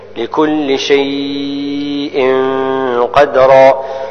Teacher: هنا تنوين جاء بعده حرف القاف فيه الإخفاء إخفاء بغنة وفي هذا الموضع وما شبهه نستعمل الغنة زائد تفخيم